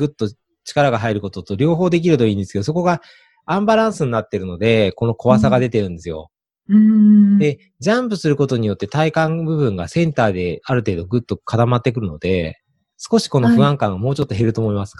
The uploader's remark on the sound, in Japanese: オンライン収録のため、通常より音声が劣りますがご了承ください。